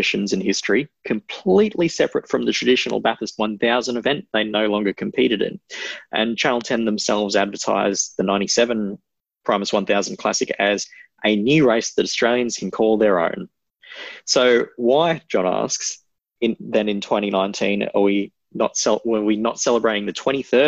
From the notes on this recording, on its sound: recorded over Zoom